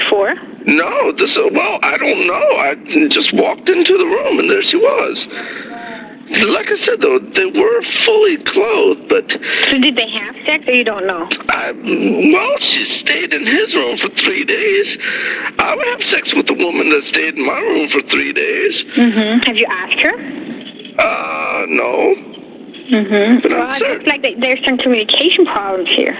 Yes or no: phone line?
yes